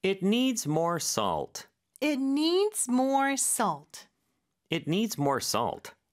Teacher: 그리고 중간에 저 L 발음, 특히 이제 끝에 오는 L 발음은 O 발음이에요. 그래서 혀는 앞으로 쭉 와서 윗니 뒤쪽에 붙지만 혀의 뒤쪽, 목구멍 쪽은 약간 목구멍을 막는 느낌으로 O 이런 느낌으로 해주시면 됩니다.